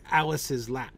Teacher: Alice's lap is the same pattern. Stressed, unstressed, unstressed, stressed.